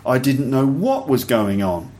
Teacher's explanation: So notice that in that phrase, we emphasize the word what.